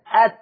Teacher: هتجد ان ظهر طرف اللسان اصطدم باصول الثنايا العليا. اما بتبتدي السنان تغيب جوه في اللحم ده، لحم اللثه دي اسمها اصول الثنايا العليا ات. · Term: التاء